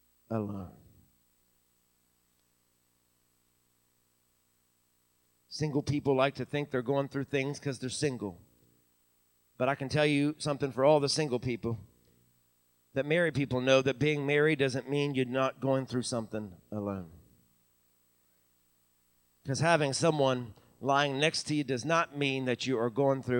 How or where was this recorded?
large echoing room